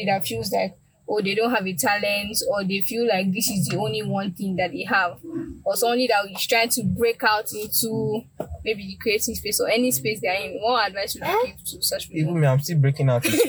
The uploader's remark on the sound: A Conversation in the Car